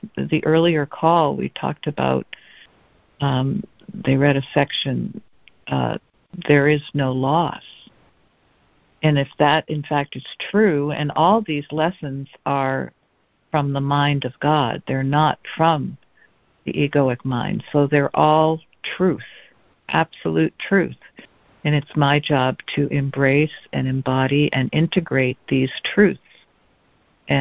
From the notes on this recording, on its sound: ACIM Daily Conference Call